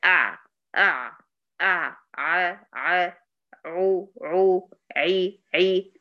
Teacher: وسط الحلق ده هو تقريبا اللي عند تفاحة آدم · Term: العين